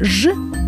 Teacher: А шипящие согласные, такие как «ш» или «ж», рождаются, когда воздух проходит сквозь узкую щель между языком и нёбом